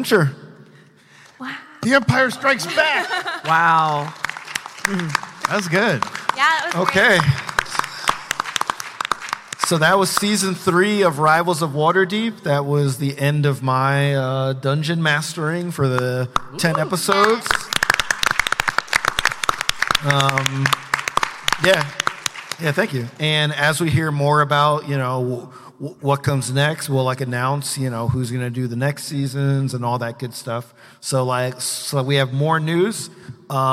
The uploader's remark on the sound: LIVE From PAX East